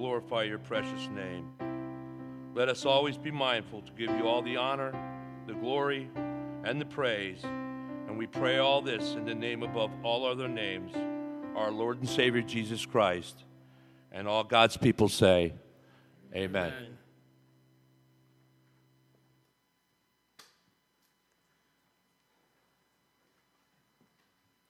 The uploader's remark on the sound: This is a recording of our 9:00am Service from July 30, 2017.